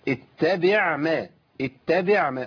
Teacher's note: يبقى العين لازم يجري فيها الصوت شويه شويه صغيرين قوي بزمن التوسط